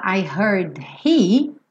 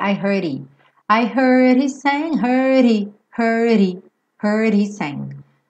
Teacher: Esse D ela reduziu para rarara. Então esse H não vai sair direito I heard he, vai sair I heard he.